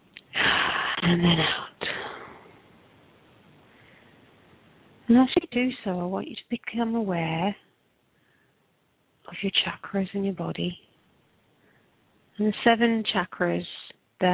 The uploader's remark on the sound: Takes your calls for healing live today!